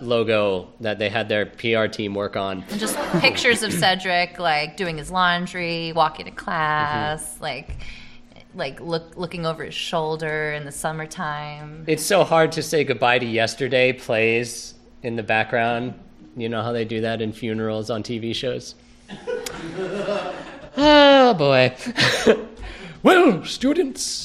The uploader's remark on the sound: This episode was recorded live as part of a fundraiser for Howard Brown Health